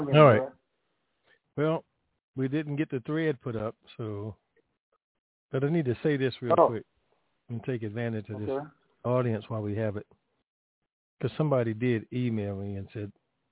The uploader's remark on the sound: TNTSuperfantastic Conference Call